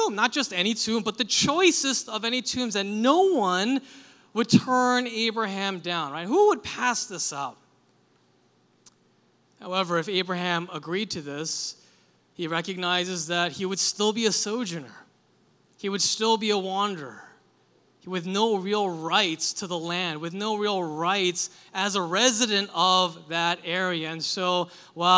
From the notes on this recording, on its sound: Delivered this sermon for our July 30, 2023, Sunday worship service. This service was a "Liberti Kids" Sunday and included a short kid-friendly sermon.